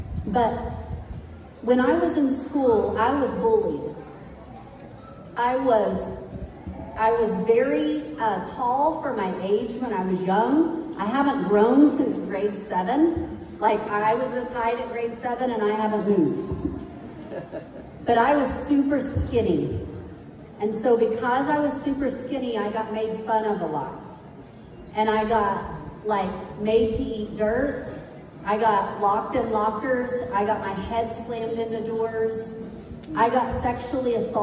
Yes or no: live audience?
yes